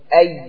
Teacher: الياء لما تقول أي هذه تخرج من وسط اللسان